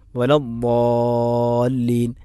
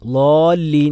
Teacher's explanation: വലദ്ദാലീൻ, അത് മഹാഭൂരിപക്ഷം ആളുകളും അറിയാതെയാണ് പലരും ലോലീൻ എന്നാണ്, അഥവാ ബാദിനെ ലോ ആക്കി ഉച്ചരിക്കുന്നു, അല്ലെങ്കിൽ ആ രൂപത്തിലാണ് ഉച്ചരിക്കപ്പെടുന്നത്, ലോ ആയിട്ടാണ് കേൾക്കുന്നവർക്ക് തോന്നുന്നത്.